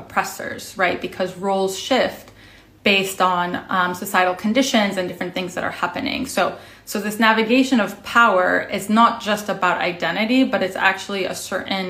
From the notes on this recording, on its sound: Originally appeared as an Instagram Live on June 13, 2021